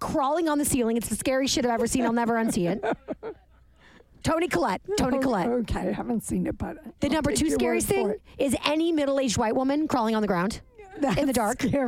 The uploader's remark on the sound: recorded this bitch in the car on the way to the airport